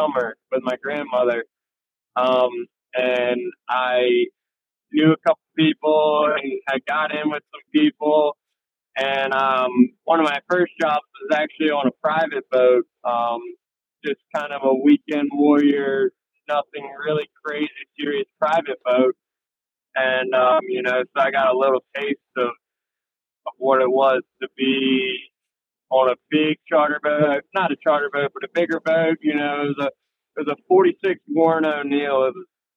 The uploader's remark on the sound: Calls in for this podcast while driving to an offshore tournament in North Carolina.